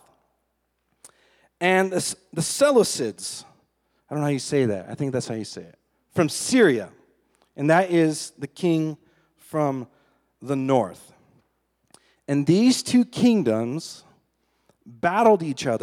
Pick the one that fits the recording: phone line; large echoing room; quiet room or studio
large echoing room